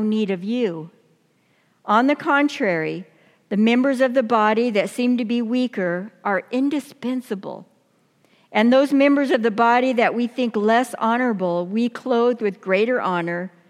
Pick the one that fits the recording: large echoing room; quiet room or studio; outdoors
large echoing room